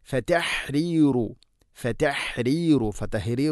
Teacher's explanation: حاء തൊണ്ടയുടെ മധ്യഭാഗമാണ് മഖ്റജ്.